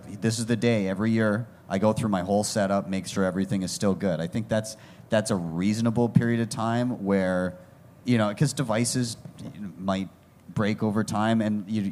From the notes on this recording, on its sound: Special live episode of Café Bitcoin from the Swan Dome at Pacific Bitcoin Festival 2023!